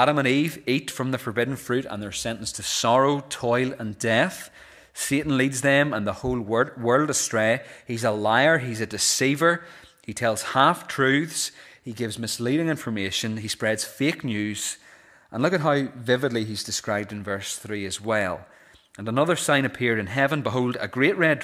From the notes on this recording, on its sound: This is the recording of the Bible reading and sermon from our evening service